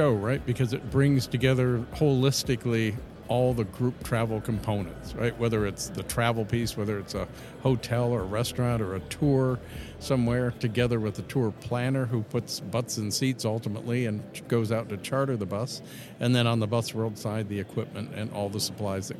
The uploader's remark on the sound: in Detroit, Michigan at the ABA Marketplace and Busworld North America were taking place at the Huntington Place Convention Center